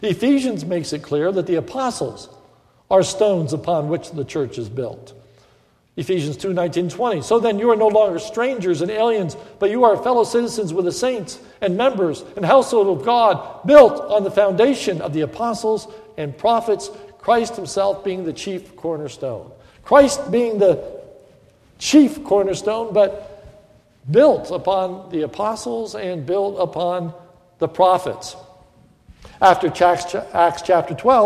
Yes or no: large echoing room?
yes